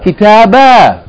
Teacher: So instead of pronouncing it kitaben, if you stop on it, you're going to pronounce it kitabah as a long vowel. That aleph is telling you, pronounce that's long vowel.